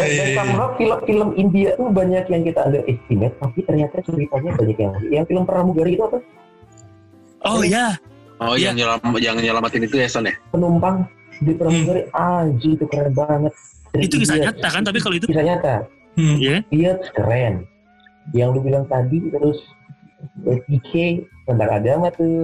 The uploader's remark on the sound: This episode recorded via Zoom.